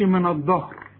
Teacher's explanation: اذا قلت من الظهر النون انت فخمتها، الدال حولتها للضاد، اله فخمتها، وده لحن طبعا.